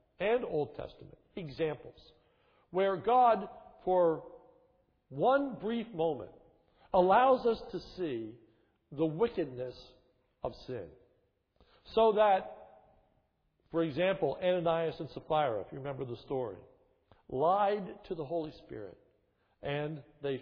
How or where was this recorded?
large echoing room